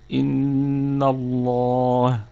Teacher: إن الله، الله الهمزة همزة لفظ الجلالة، همزة همزة وصل تثبت في البدء وتسقط في الوصل. ولام لفظ الجلالة مفخمة لأن قبلها مفتوح